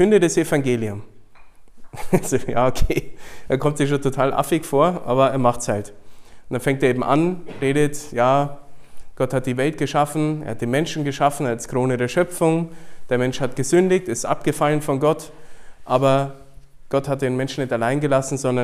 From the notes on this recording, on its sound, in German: Vor ein paar hungrigen Leuten, die mehr von Gott wollen. Diesen Vortrag hielt ich bei der "Nacht der Anbetung" in Wolfsburg.